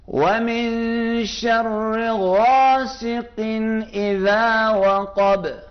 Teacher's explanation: اذا زال میں زبان باہر آئی